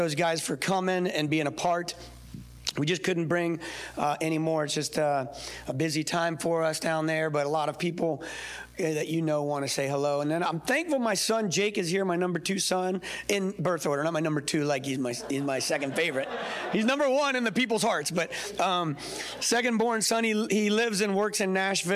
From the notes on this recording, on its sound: shares with the audience at our fall conference